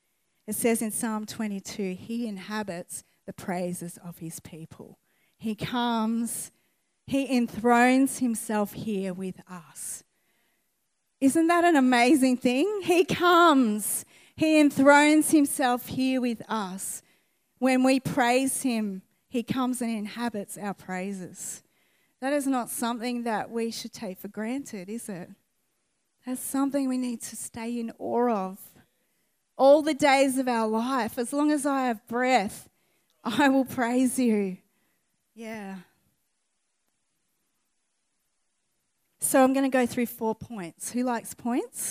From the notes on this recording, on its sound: recorded on 11/08/2019 at the 11am gathering